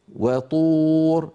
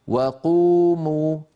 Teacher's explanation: هذه الطاء أشد تفخيما من وقوموا وقوموا